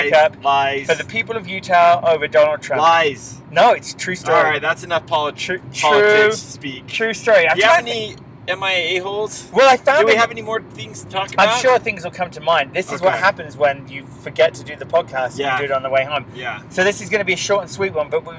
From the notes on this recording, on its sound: Live from the carpool. Anyway to rectify that conundrum we decided to record an episode on our way home from work.